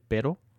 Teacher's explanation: c'est le R juste un coup de langue